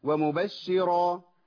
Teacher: انت بترقق الراء واحنا عايزين راء مفخمه